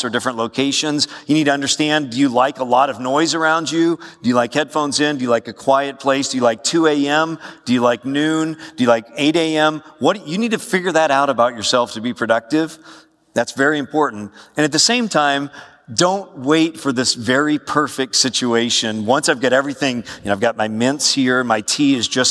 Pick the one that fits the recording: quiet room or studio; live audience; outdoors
live audience